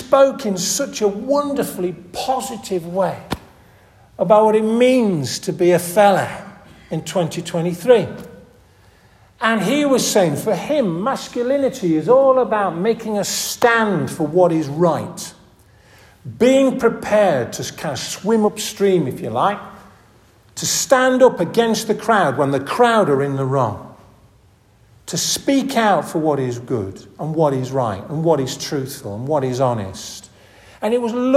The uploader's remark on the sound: This audio recording was taken from the annual 'Askrigg Friendly Society' service at St. Oswald's Church in Askrigg, June 1st 2023.